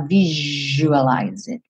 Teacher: esse S vai ter um som de J, você fala visualize it